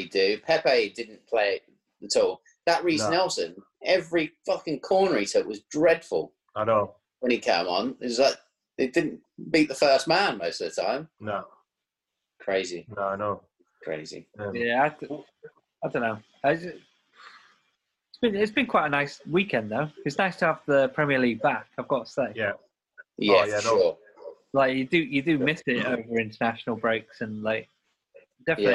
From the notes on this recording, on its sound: back on zoom this week